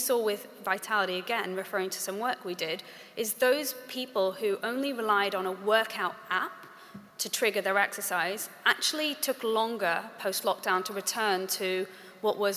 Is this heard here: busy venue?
yes